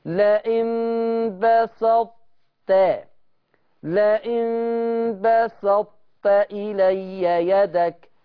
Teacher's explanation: الإدغام الناقص، والتطبيق الدخول بالطاء والخروج بالتاء